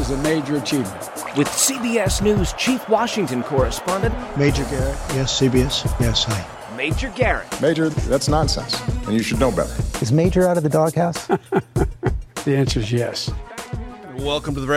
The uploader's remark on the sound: Recorded Wednesday, March 29, 2023 at The Dubliner near Capitol Hill.